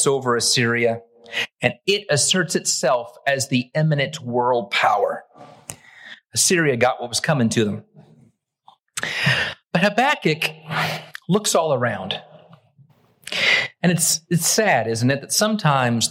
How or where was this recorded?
large echoing room